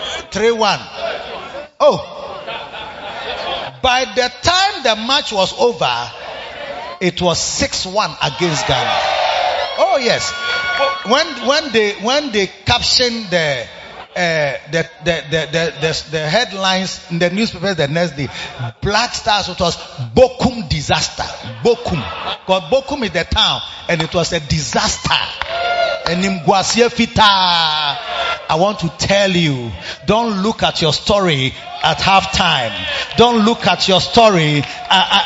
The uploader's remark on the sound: Preached at the Makarios Impartation Service - The Makarios Cathedral, HQ